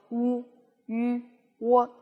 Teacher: 会使音色听起来比较暗淡，而且这种感觉呢也是比较沉闷的